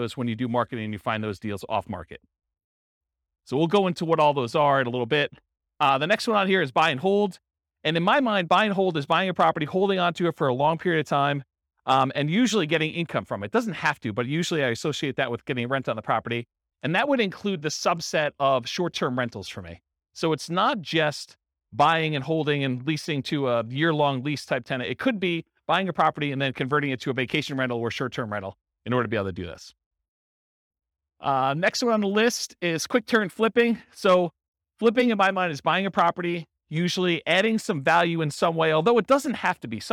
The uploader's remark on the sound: Real estate entrepreneurs in Greeley, Colorado. This was a live class recorded.